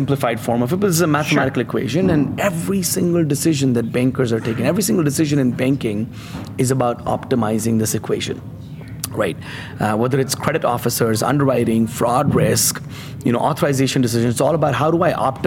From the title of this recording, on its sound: LIVE FROM MONEY 20/20